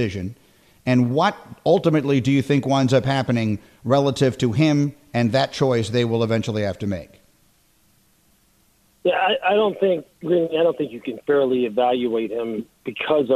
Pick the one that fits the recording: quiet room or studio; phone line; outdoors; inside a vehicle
phone line